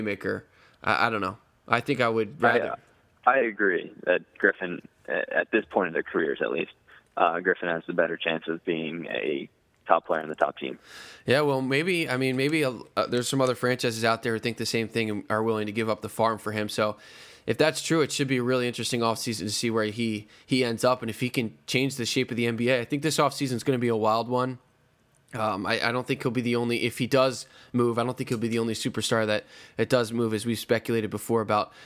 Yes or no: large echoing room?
no